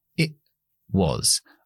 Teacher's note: T no puede hacer una explosión delante de un W. Glotalizo. It was. Was, cambio la O por una schwa.